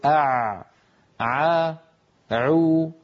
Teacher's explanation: منطقة لسان المزمار هذه يخرج منها حرفان هما العين والحاء